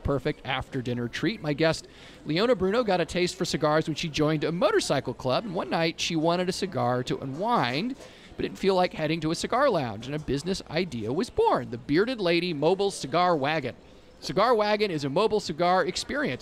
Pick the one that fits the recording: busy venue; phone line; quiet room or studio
busy venue